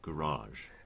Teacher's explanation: it's second syllable stress and a zh at the end